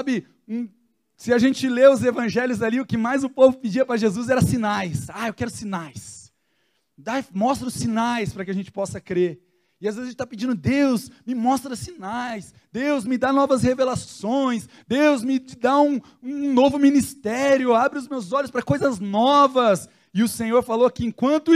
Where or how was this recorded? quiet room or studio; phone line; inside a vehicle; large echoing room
large echoing room